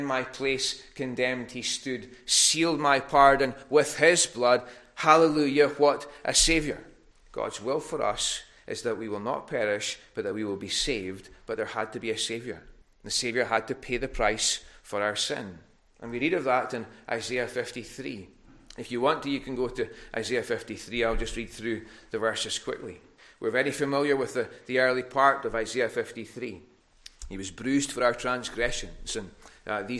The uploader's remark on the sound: recorded at North Harris Free Church on Sunday Evening 15th August 2021